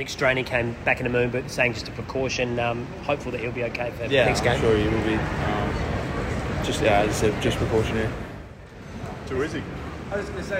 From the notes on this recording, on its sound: Post-Match Press Conference.